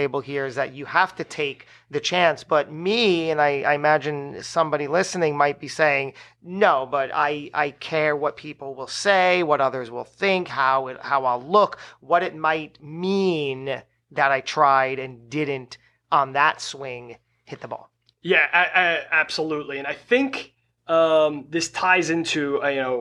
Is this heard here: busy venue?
no